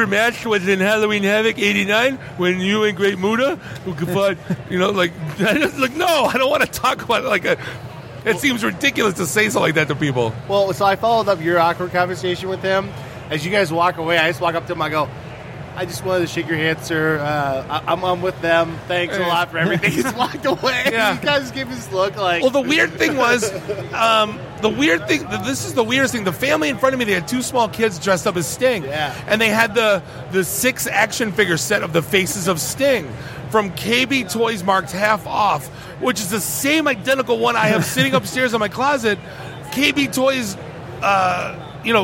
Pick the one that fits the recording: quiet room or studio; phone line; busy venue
busy venue